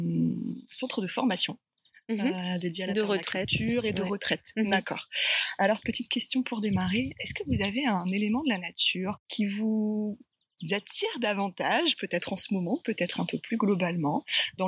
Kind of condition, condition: setting, outdoors